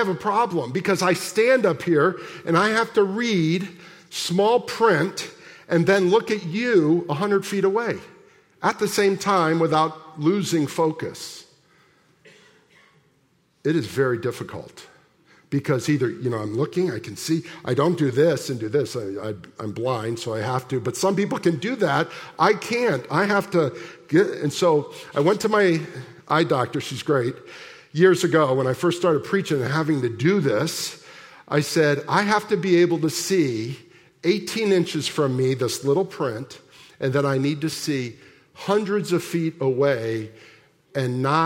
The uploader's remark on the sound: at the November 19, 2023 Sunday morning services of Boca Raton Community Church in Boca Raton, Florida.